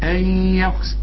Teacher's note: ان يخسف، النون اللي بعدها الياء، الياء من حروف الادغام، النون بتخش في الياء